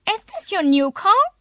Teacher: They have rising intonation.